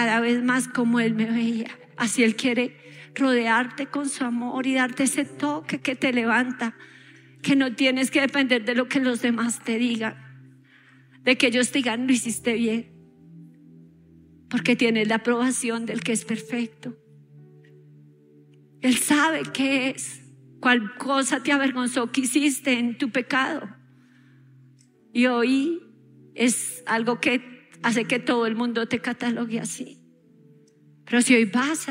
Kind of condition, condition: setting, large echoing room